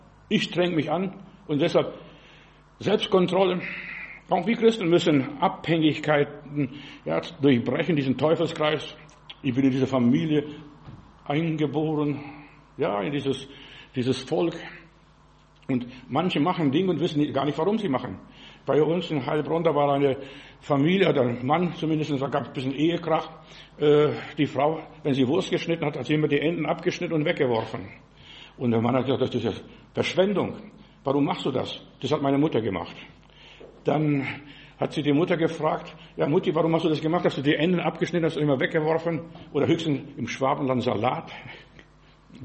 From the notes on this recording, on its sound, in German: im Gemeinde-Zentrum in Berlin aufgenommen